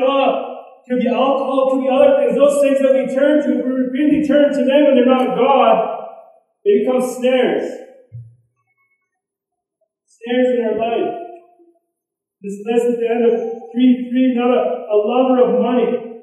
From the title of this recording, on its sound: poor recording